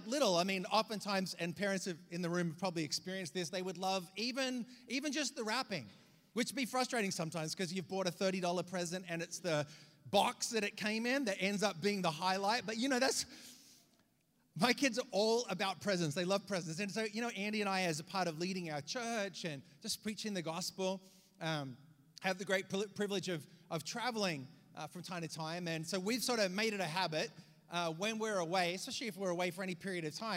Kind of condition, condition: setting, large echoing room